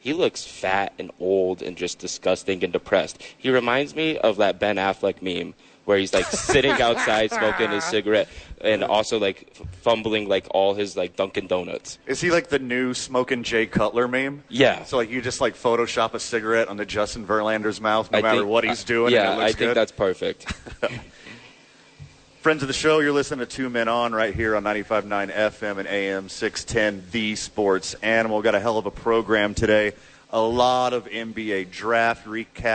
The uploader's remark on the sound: live from Red Door Brewery Downtown Albuquerque